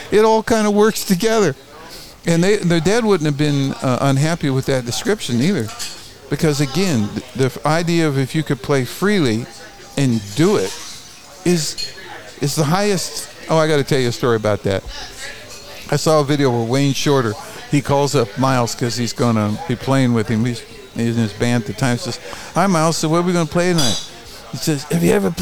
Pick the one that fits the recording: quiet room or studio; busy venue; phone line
busy venue